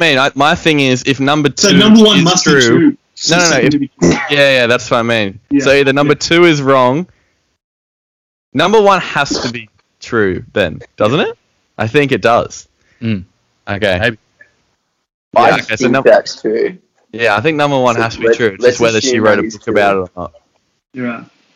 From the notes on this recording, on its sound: Yep, we cooked the audio again.